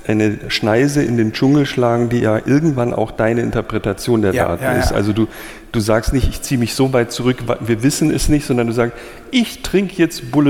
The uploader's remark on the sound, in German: Aufgezeichnet vor Publikum auf der Digitalmesse re:publica in Berlin.